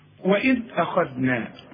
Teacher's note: وإذ الكلمة مرققة، وطلع لسانك في الذال